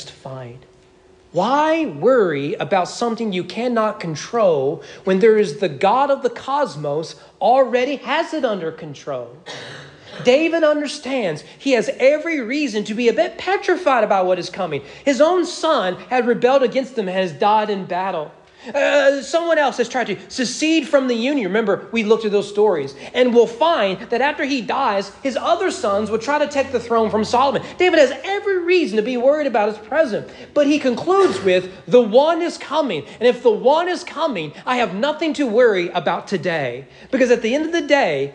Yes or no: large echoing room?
yes